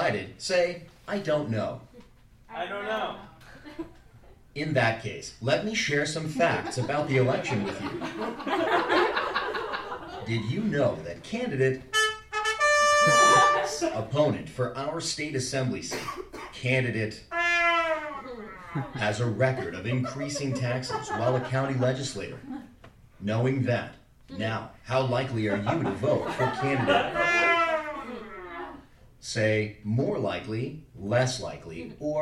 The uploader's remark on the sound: POLL, a live interactive radio play. Recorded live July 7, 2016 at The Kraine Theater, as part of Theater in Asylum's THE PRIMARIES PROJECT.